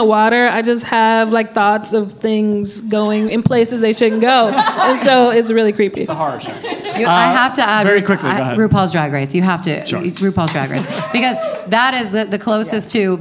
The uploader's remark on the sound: Live at Dynasty Typewriter in Los Angeles. Recorded Live at the Dynasty Typewriter Theater.